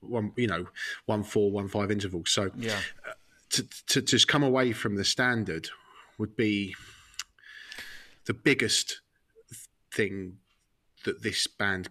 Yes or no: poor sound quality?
no